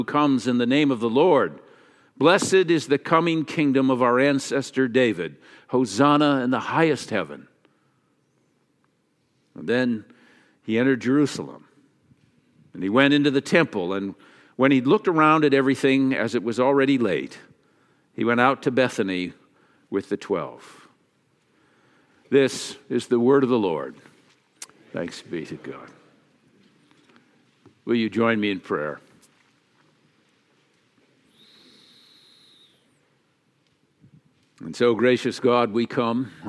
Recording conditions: large echoing room